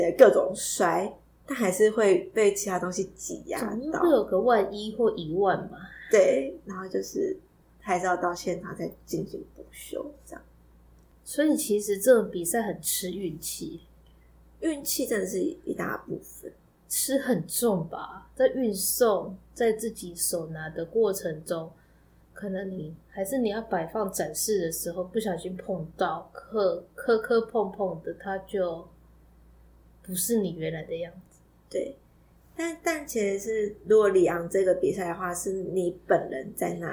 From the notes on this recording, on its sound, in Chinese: 這集有較多雜音